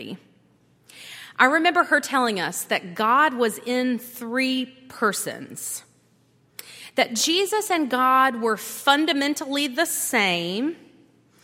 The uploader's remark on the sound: at Highland Baptist Church.